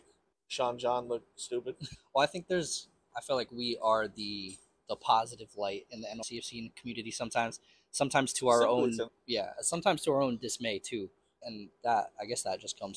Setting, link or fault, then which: setting, busy venue